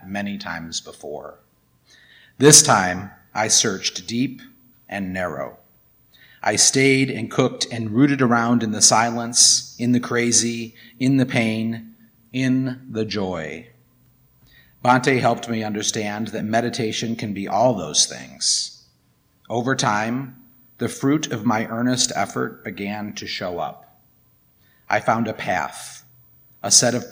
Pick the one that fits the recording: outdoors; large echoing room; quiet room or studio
large echoing room